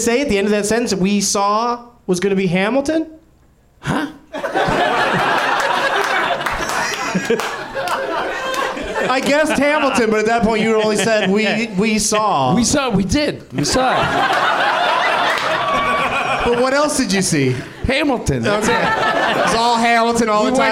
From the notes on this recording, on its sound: Live from the NerdMelt Showroom in LA